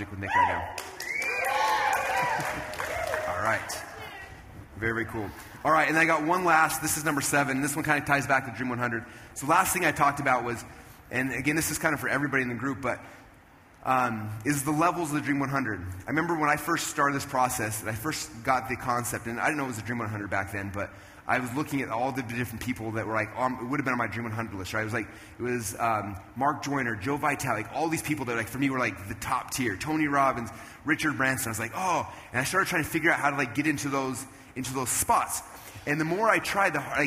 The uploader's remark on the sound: Here is the conclusion of the special conversation I had on stage at a Traffic Secrets event.